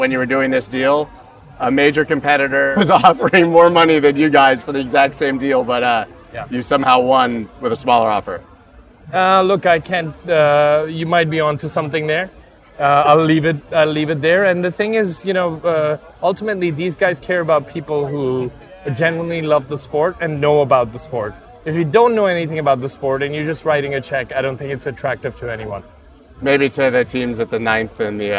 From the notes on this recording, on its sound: Live From Formula 1. Live from Formula1 Singapore.